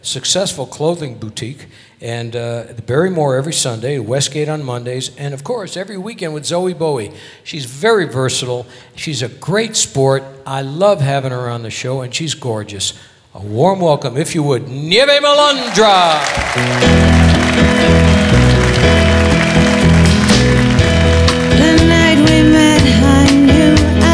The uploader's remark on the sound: Live at the South Point Casino